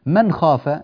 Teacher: نون ساكنة بعدها خاء، فهذا إظهار حلقي، ها أظهر النون بارك الله فيك.